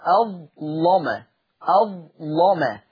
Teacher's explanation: وقرأ ورش بتغليظ اللام في أظلم